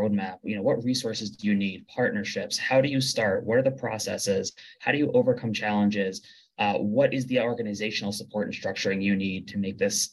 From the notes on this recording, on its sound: In this 9 minute webinar.